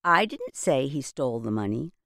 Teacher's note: The speaker stressed the word I more than all the other words.